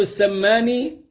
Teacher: بتخفيف الميم السماني والقصر